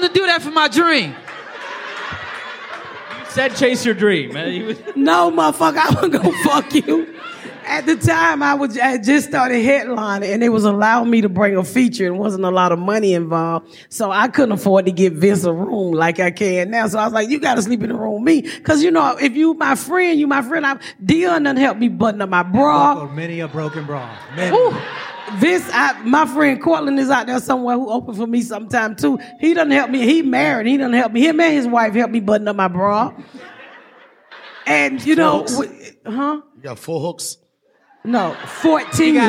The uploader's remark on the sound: Recap Live. Joining us live on the stage.